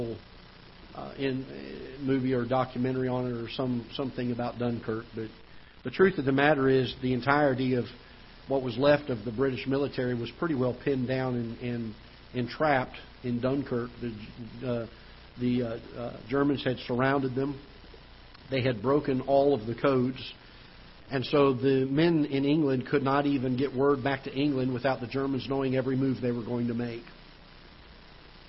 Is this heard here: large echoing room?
yes